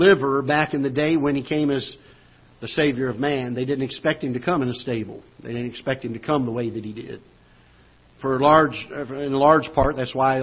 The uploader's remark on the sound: Ketha Heights Baptist Church ~ Live Broadcast